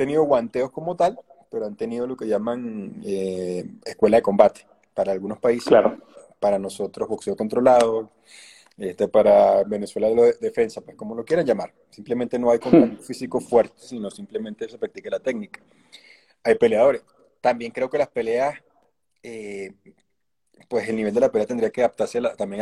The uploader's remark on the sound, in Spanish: Aprovechó la cuarentena para, desde Colombia, hablar de todo.